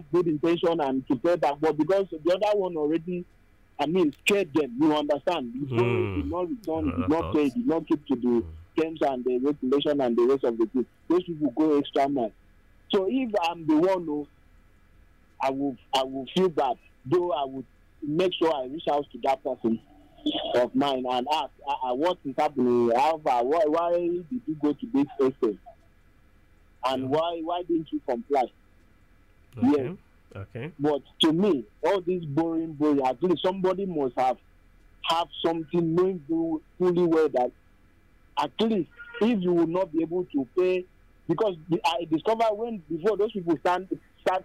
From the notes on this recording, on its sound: Live Session. This episode also samples feedback from a live audience via phone calls.